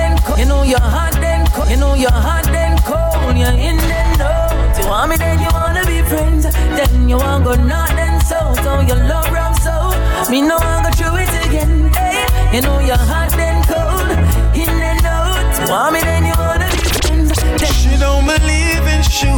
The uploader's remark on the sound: LIVE SET: AFRO FUSION THURSDAYS AT LE NOCTURNE